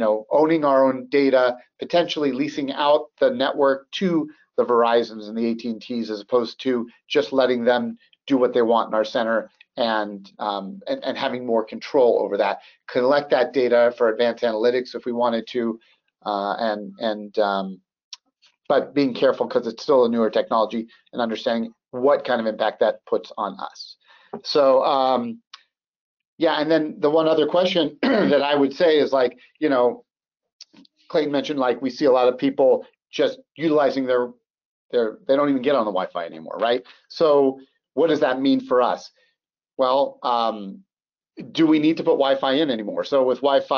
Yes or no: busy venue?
no